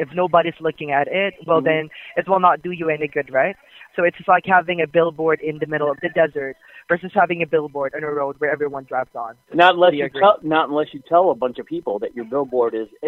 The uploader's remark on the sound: Every call is 100% real. All comments, names, and information given to the callers are made up in real time as the call is recorded.